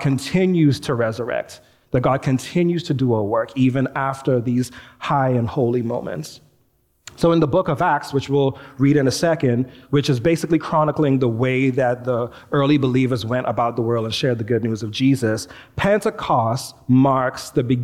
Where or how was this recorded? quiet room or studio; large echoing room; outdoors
large echoing room